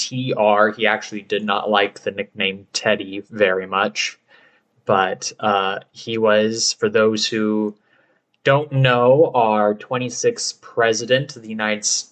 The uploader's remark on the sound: Apologies about the audio quality!